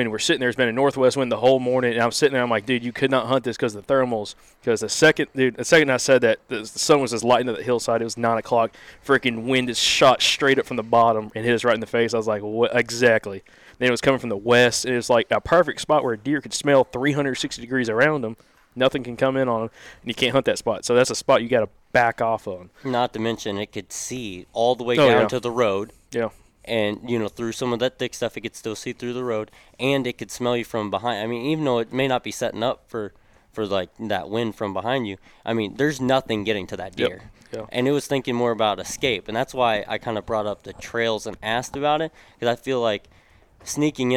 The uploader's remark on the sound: Live from Bows & Brews! We sat down and recorded with a bunch of folks who came out to our first bows & brews event.